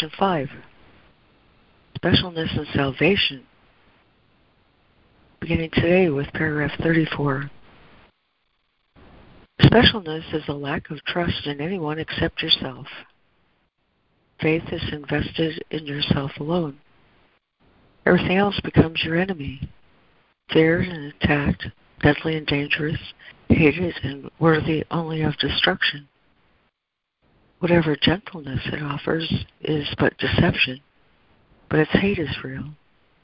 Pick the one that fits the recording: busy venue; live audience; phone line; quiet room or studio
phone line